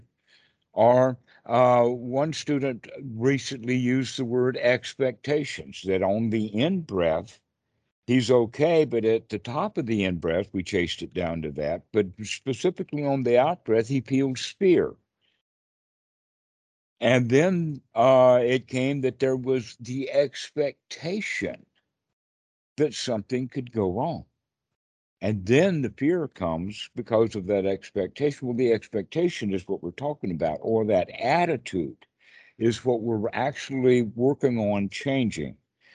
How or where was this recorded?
video call